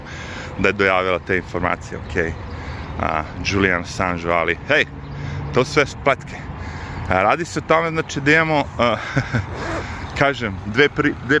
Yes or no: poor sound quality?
no